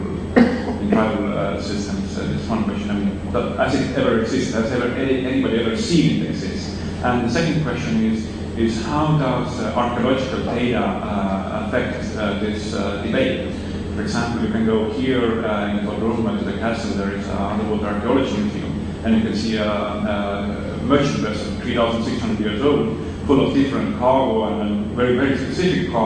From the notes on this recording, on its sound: Better audio track in preparation… will replace the current track when ready. This lecture is from the 2008 meeting of the Property and Freedom Society.